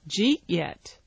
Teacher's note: the word eat, which is the verb in the sentence, is the stressed word. The word yet is unstressed.